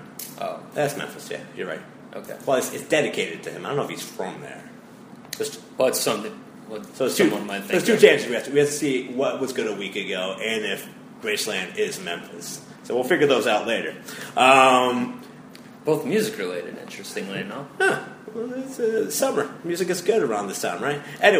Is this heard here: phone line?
no